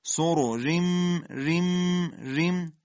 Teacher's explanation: را مکسور ترقیق با حالت سایشی